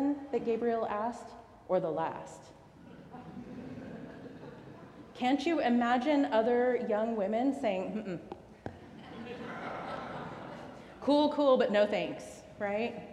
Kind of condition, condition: setting, large echoing room